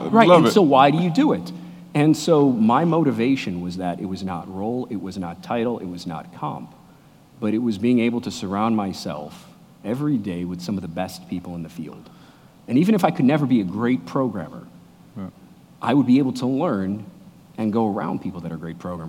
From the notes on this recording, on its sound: Recorded in front of a live audience at Red Ventures.